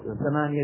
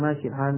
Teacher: أهل حلب عندهم شيء من الإمالة. أهل حلب مو مثل أهل لبنان.